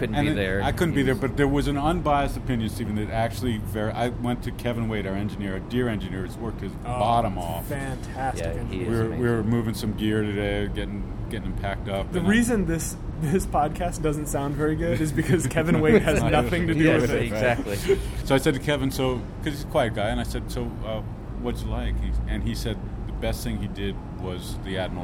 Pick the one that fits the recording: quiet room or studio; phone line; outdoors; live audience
outdoors